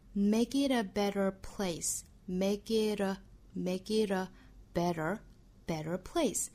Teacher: make it 有一个连读 it 这是一个 flapt